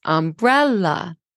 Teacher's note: Now, when we say umbrella, the second syllable rises